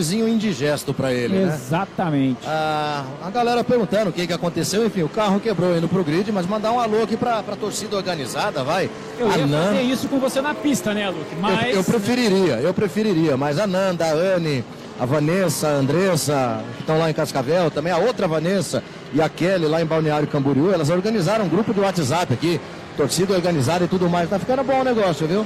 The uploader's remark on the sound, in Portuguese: Transmissão AO VIVO da 2ª Etapa 2022 (corrida 2), da Gold Classic, direto do Autódromo Velocitta (SP).